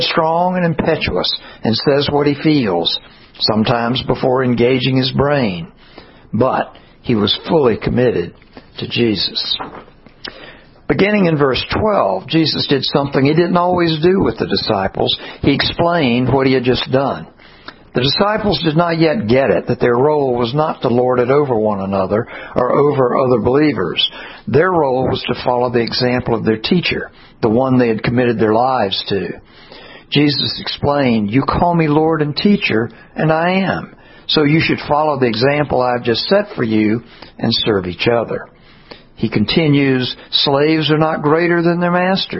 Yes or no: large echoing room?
yes